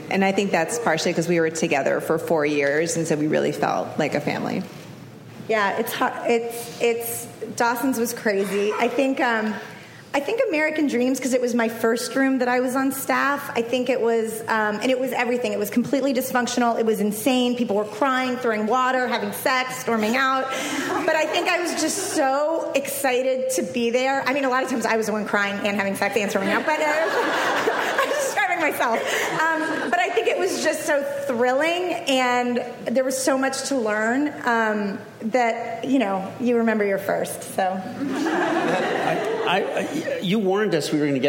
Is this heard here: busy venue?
yes